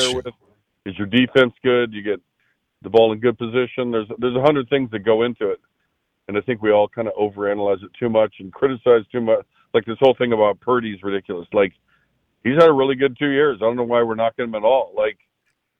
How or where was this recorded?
phone line